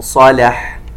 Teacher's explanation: ومن صالح، عندنا النون الساكنة وبعدها حرف الصاد إخفاء، وننتبه إلى أن الصاد مفخمة لكن اللام مرققة